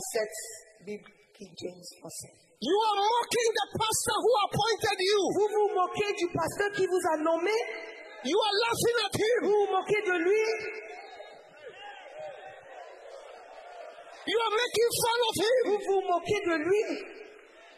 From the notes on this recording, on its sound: Preached at the Day 3 of the Healing Jesus Campaign Pastors Conference in June 2023, Libreville-Gabon.